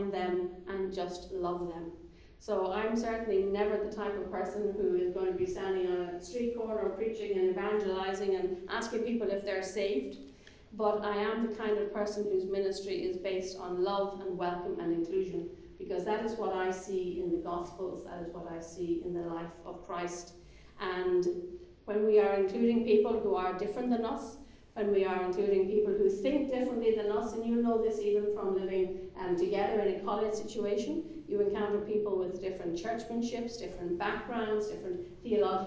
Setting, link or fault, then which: setting, large echoing room